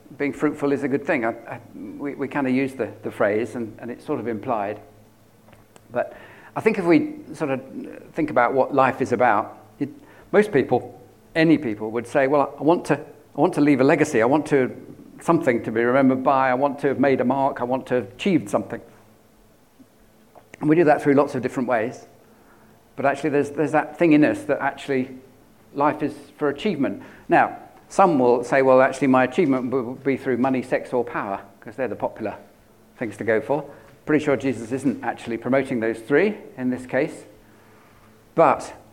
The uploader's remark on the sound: At King's Church, Cockermouth, as an audio file.